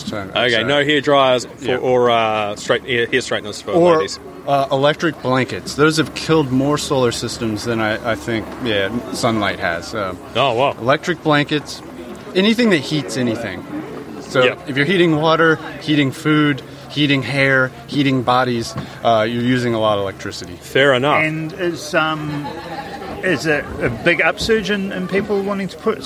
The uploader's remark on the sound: While looking around the 2019 Fieldays. Fieldays 2019.